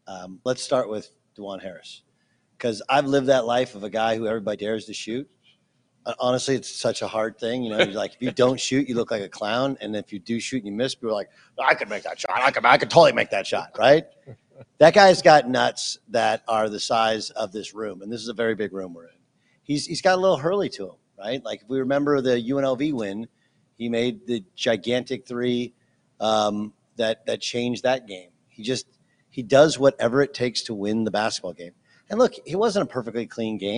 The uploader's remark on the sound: LIVE from the Champions Classic in Chicago!